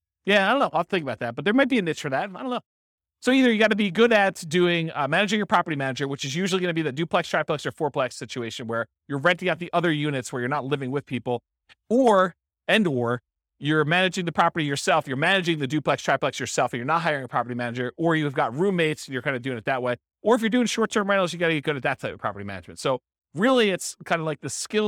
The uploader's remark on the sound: This was a live class recorded